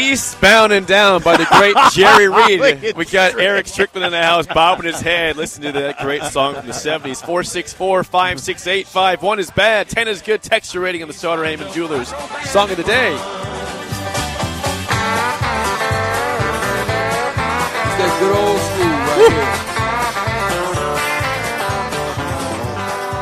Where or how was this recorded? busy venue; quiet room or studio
busy venue